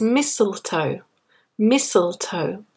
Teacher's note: So the first T is not pronounced.